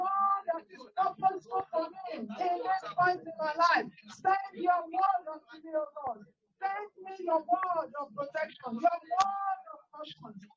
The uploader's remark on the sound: On Telegram LIVE. Sound goes off, jump to next timestamp. Most apologies for the sound. On this day the new Office eMeet 3 was being used. This was supposed to turn the AI (Artificial Intelligence) sound off.